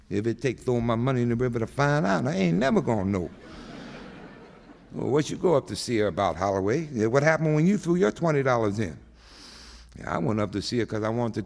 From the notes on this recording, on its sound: With a Poetry Center appearance. Participates in an extended audience Q & A.